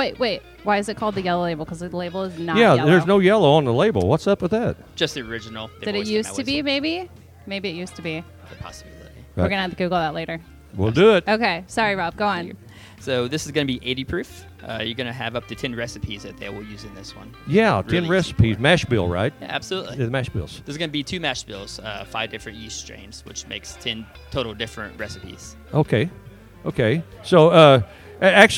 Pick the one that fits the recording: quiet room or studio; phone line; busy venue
busy venue